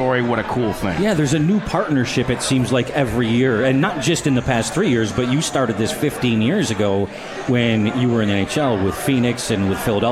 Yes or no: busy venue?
yes